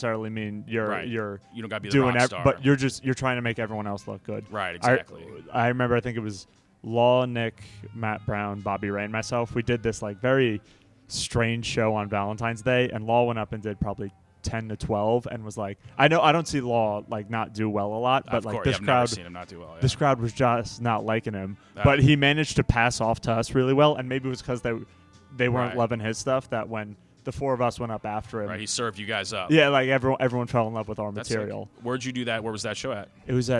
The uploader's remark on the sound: Recorded outside the comedy open mic at Wits End Saloon.